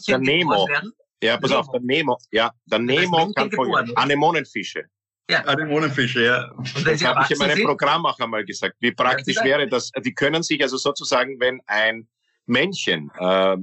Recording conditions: video call